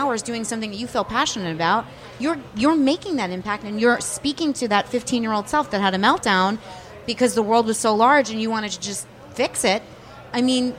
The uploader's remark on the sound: LIVE from Bell Works